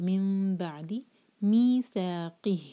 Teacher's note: جب بھی نون کے بعد با آتا ہے تو نون کا ساؤنڈ جو ہے میم میں چینج ہو جاتا ہے، اس کو کہتے ہیں اقلاب.